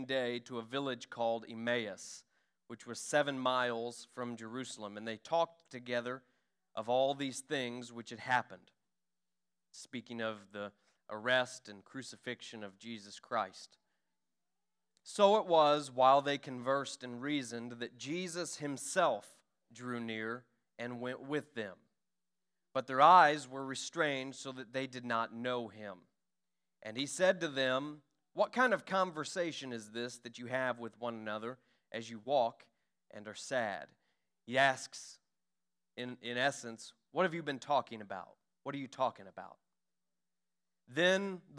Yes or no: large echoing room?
yes